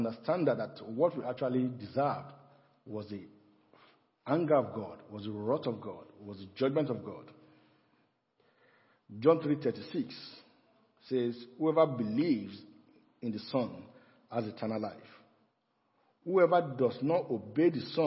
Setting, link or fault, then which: setting, large echoing room